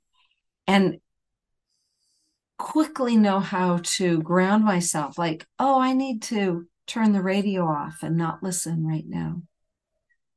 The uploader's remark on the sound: Live group coaching via Zoom